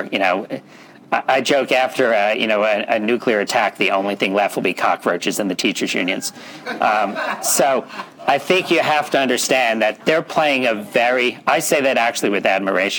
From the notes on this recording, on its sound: The audio here comes from that event.